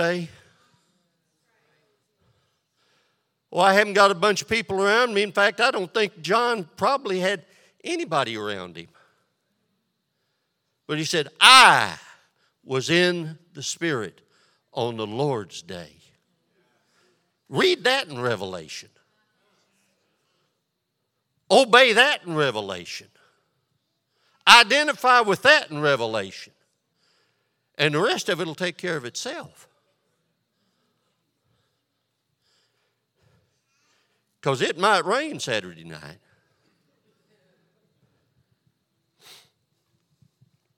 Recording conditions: large echoing room